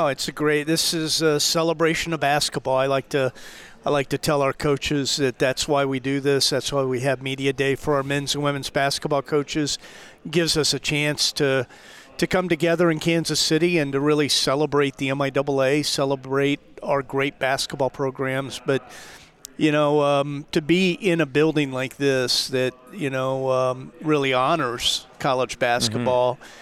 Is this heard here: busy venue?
yes